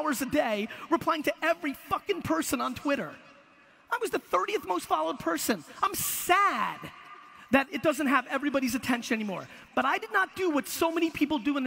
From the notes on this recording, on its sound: A Keynote: Web Summit 2016, Lisbon, Portugal. It's one of the biggest conferences in the world and you know me, I like a crowd.